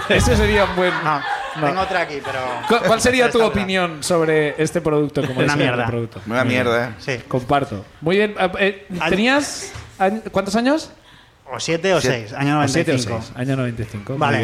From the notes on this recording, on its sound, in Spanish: Vuelven a Barcelona. El público también nos cuenta sus ruinas.